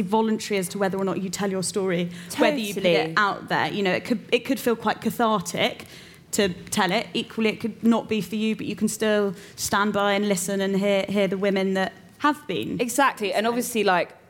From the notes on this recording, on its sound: It’s another live episode! We’re at The Curiosity Rooms, in collaboration with Google and Selfridges.